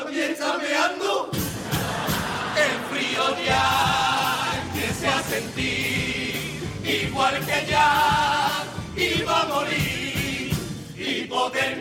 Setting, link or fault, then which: setting, live audience